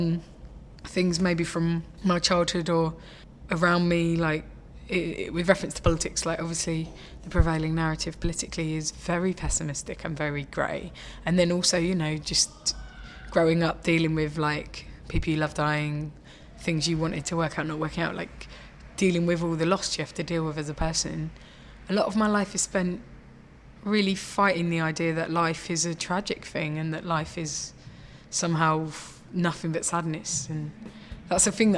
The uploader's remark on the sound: This episode was recorded at the Dogstar in Brixton on 4th July